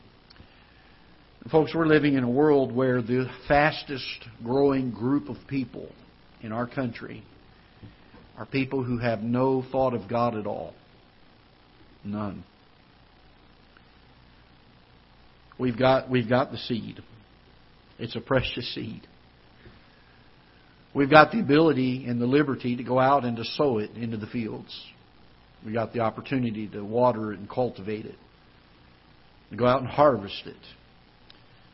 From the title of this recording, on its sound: Ketha Heights Baptist Church ~ Live Broadcast